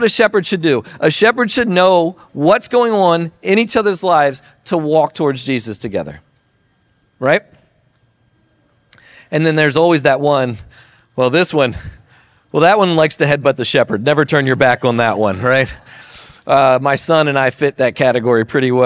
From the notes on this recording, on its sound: Recording of Sunday gathering